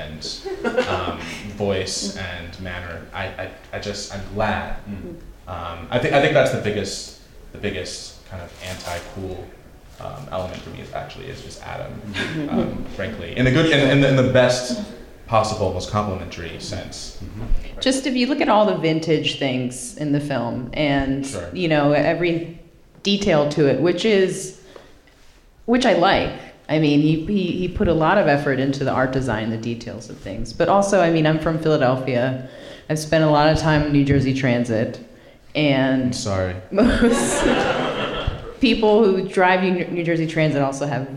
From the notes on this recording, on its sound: NYFF 2016 Live Roundtable. The fanfare of the 54th New York Film Festival may have officially wrapped on Saturday. As part of an aptly named "Festival Wrap" free talk, several of Film Comment's frequent contributors and editors recently came together before a live audience.